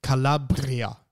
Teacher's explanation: It is pronounced Calabria. You need to roll the R.